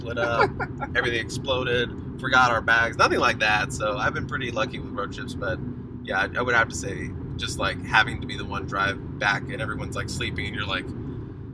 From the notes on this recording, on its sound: On their return trip from Tempe. A podcast from the car on Interstate-10. Their desert road trip.